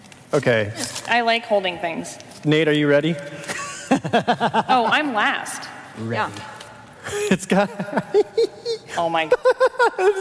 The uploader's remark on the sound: live from PAX South 2019